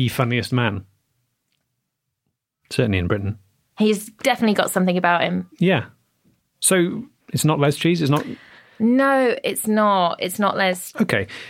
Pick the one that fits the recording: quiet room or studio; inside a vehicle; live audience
quiet room or studio